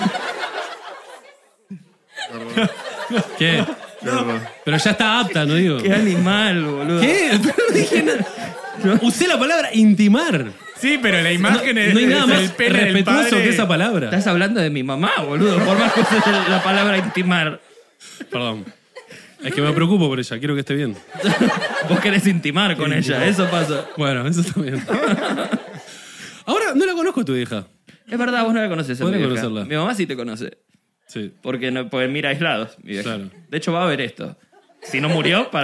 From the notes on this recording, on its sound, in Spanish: Estamos EN VIVO en TEATRO BORDER